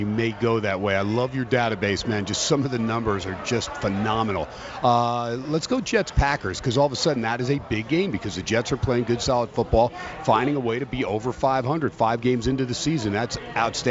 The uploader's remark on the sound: "Live" from Steiner's Pub in Las Vegas